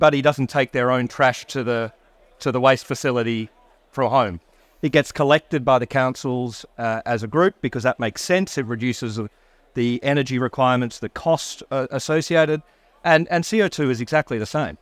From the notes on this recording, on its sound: Recorded live at Offshore Europe 2023